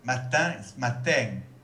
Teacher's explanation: Matin, il n'y a pas de diphtongue.